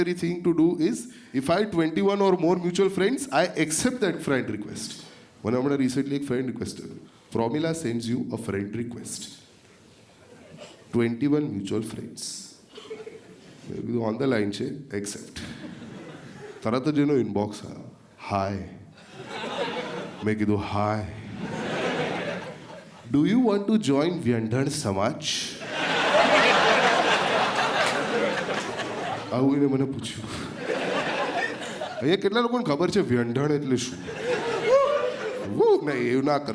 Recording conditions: live audience